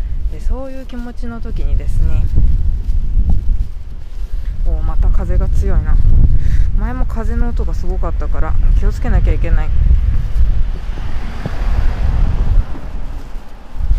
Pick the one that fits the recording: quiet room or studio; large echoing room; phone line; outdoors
outdoors